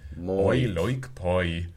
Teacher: stretch it in both directions, where we go to a rounded backed O and all the way to an E ending, oi? Would there be any instance where we might say, well, when you see it sort of written out, oi, it sounds like a sort of stage accent, yeah?